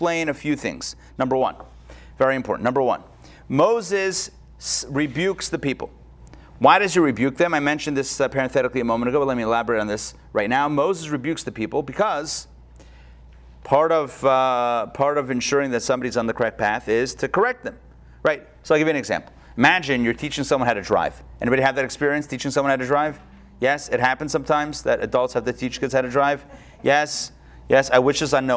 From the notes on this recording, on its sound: Recorded live at Atlanta on July 14, 2021